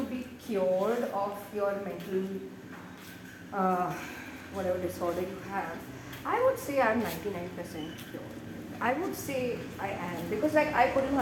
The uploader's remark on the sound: Sorry about the audio on this one.